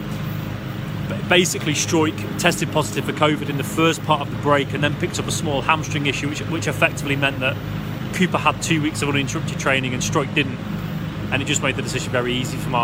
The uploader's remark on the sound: live from Elland Road